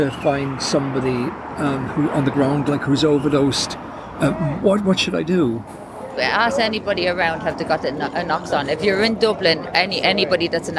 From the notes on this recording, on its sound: Addicts outside Trinity Court drug clinic in Dublin.